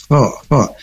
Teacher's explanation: ini ada huruf kho, makhrajnya itu di pangkal tenggorokan atas atau adnal khalq. Nah, sifatnya itu hamas.